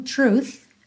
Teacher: tem o th no final, com arzinho mesmo